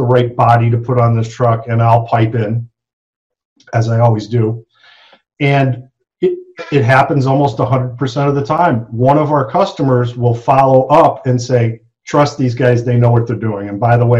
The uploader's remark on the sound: ZOOM MEETING! Joined us for a Zoom simulcast.